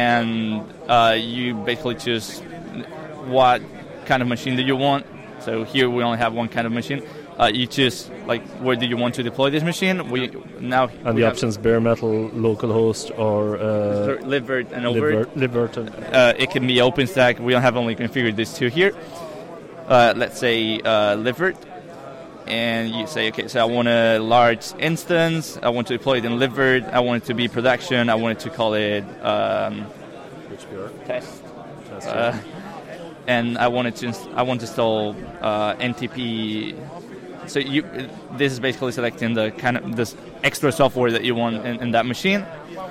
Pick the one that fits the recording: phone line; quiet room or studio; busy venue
busy venue